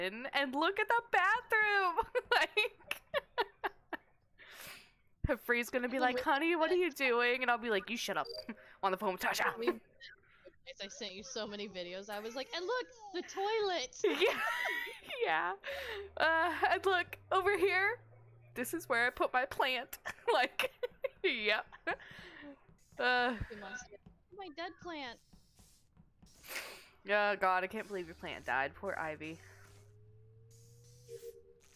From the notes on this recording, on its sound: Not the best audio since we are at the hotel still